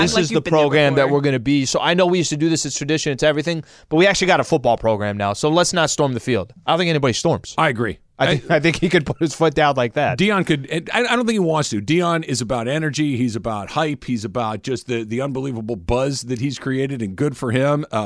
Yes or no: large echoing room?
no